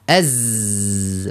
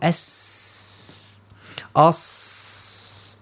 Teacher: نقول أص أز أس، والصاد والصاد والسين يعني تمتازان بصفة الرخاوة مع الهمس، فنلاحظ أن الصوت يجري مع النفس في سلاسة ويسر، والزاي يمتاز بصفة الجهر مع الرخاوة، يعني الصوت في حرف الزاي يخرج قويا فيه ذبذب واهتزاز ولا يخرج معه نفس.